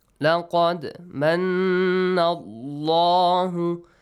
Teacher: The word Allah is pronounced this way, Allah heavily. Why? Because there is a fatha sound before.